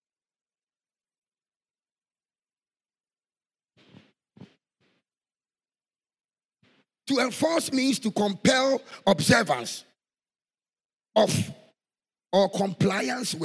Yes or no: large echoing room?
yes